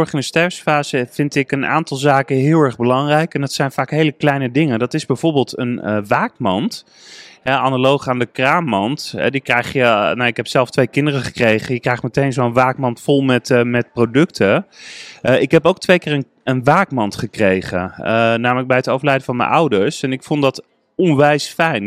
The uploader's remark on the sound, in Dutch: Congres de Stervensfase. Live bij het congres!